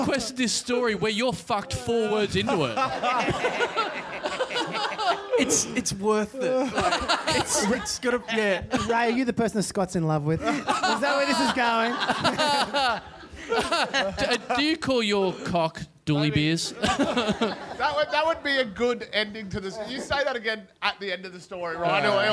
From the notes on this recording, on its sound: Recorded LIVE at the Cafe Lounge in Sydney on November 30, 2014.